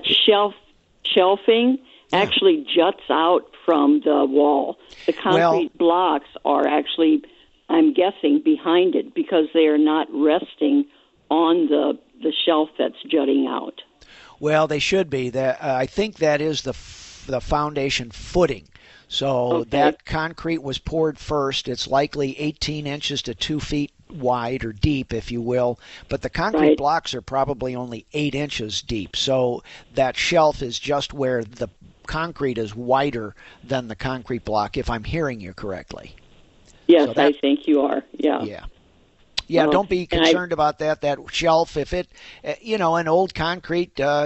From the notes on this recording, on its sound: takes your phone calls